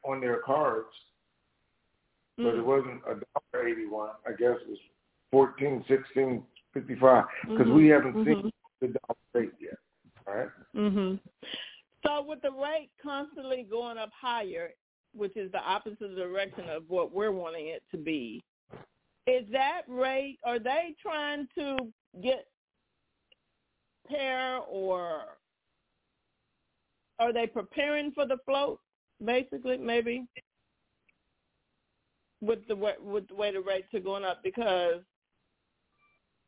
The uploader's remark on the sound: TNTSuperfantastic Conference Call